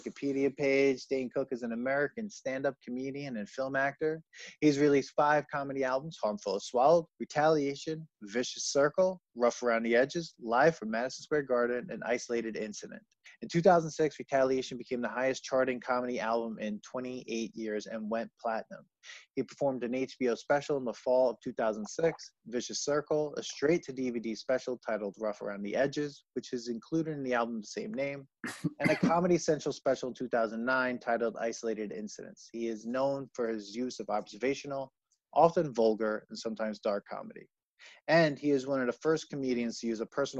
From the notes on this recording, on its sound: We recorded this on May 11th, 2020 on Zoom so there are small sound discrepancies.